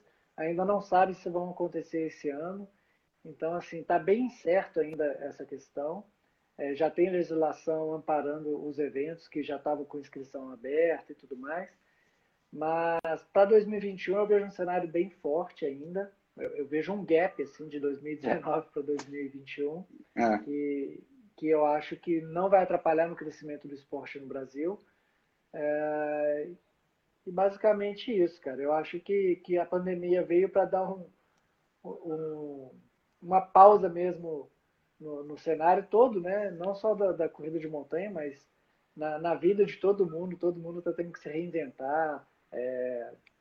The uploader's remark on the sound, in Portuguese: durante uma live, que rolou em nosso Instagram